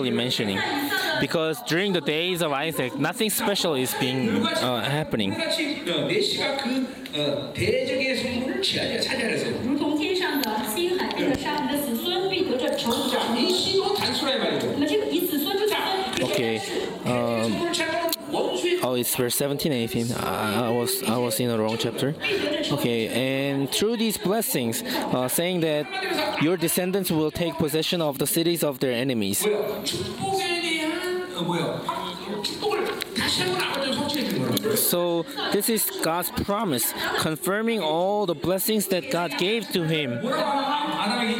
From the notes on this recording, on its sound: Chuseok Conference. Conference sermon.